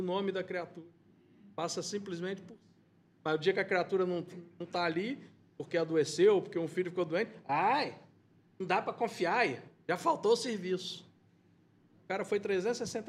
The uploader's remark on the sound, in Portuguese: Palestra ao Vivo